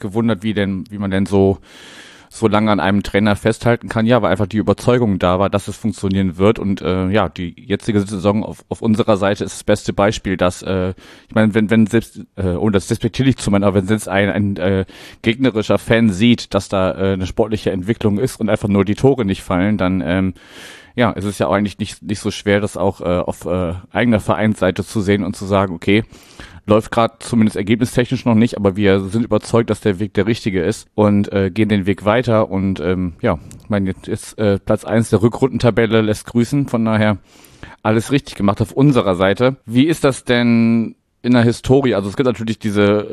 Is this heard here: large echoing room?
no